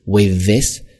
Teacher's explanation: TH 首先是一个浊音，咬舌头，声带在震动啊 · 这儿两个 th 都是一个浊音咬舌头